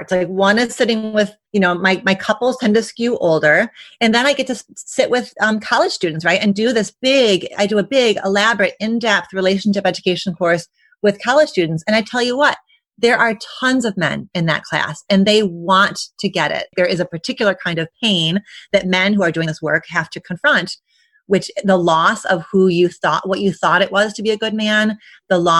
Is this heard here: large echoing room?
no